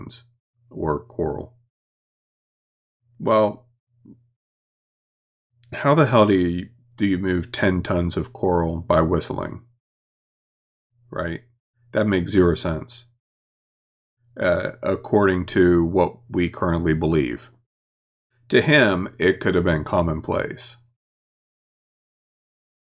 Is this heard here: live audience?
no